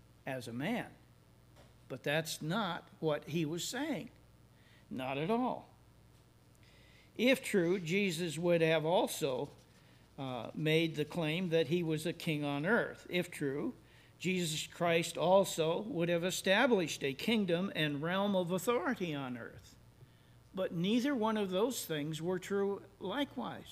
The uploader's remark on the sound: services recorded at Thornville Baptist Church